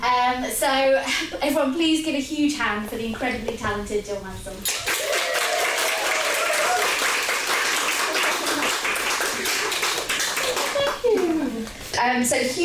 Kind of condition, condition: setting, live audience